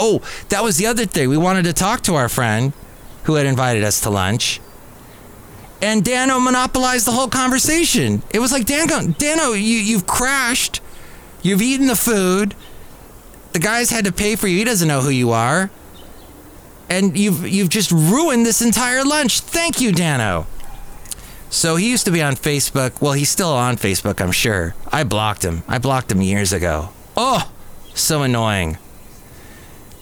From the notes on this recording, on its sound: podcasts live from Cafe Anyway